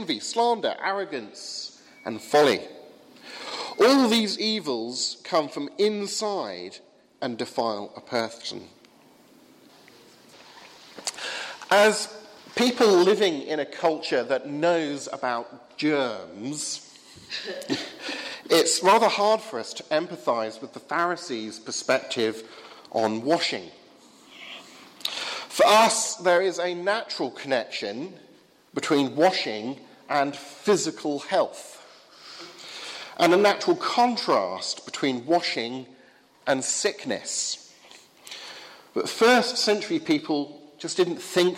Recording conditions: large echoing room